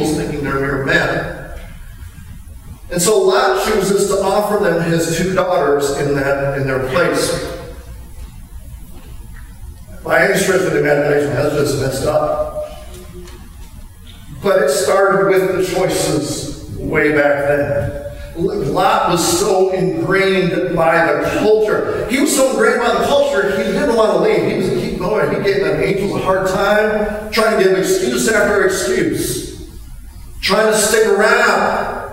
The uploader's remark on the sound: We apologize for the bad sound quality on this recording.